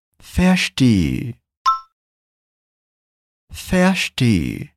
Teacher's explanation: prestar atenção também no som do S, que é bem chiado, como se fosse o S do sotaque carioca. · Deu para perceber que esse E no final é mais longo?